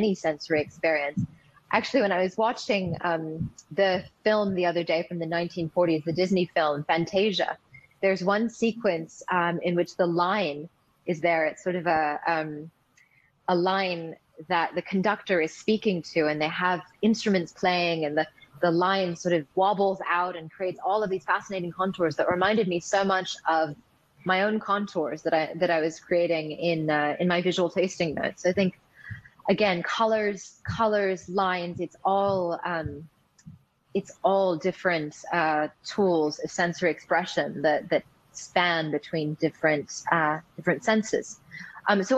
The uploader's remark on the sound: These sessions were recorded through Swapcard at the Wine2Wine 2021 Business Forum and are being replayed here on the Italian Wine Podcast! Wine2Wine is an international wine business forum, and has been held annually in Verona, Italy since 2014.